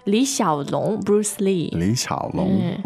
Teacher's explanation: Yes, and the tone on Li is third tone.